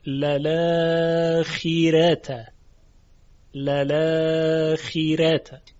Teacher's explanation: راء کلمه اخیره ترقیق میشه. چرا؟ چون راء متحرکیست که ما قبلش مکسوره